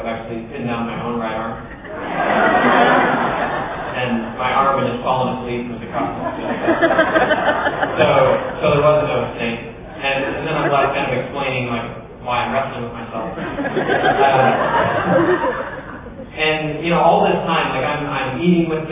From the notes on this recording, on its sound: opening keynote at the 2013 Heartland eLearning Conference in Edmond, Oklahoma, at the University of Central Oklahoma